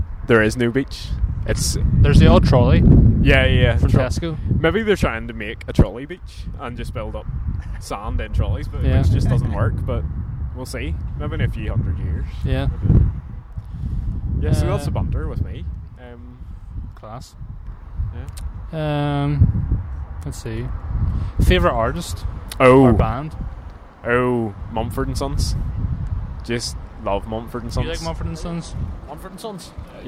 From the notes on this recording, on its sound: On this weeks short episode we take the podcast outdoors to the famous Carrickfergus Castle.